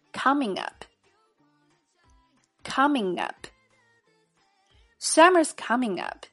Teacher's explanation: Do you want to sign up for the gym together?好，下面我们来逐个讲解。首先，summers 是 summer is 的缩写，读为 summers。summers coming up 可以连读处理